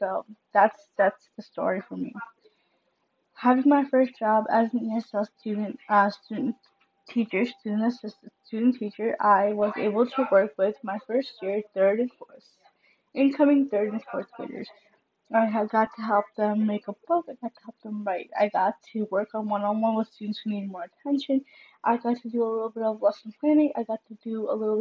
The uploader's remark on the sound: Sorry for the background noise!